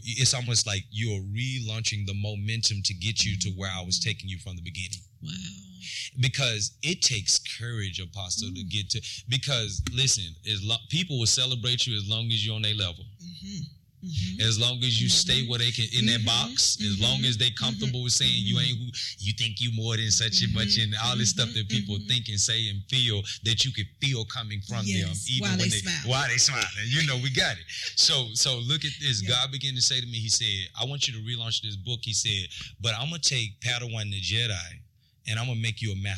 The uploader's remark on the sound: This is a live recording at the conference and book relaunch.